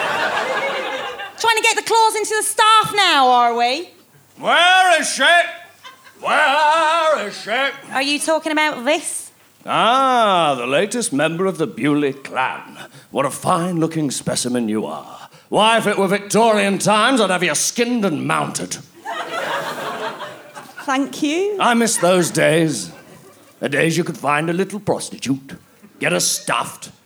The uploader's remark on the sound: Recorded at the Leicester Square Theatre, London, in January 2011.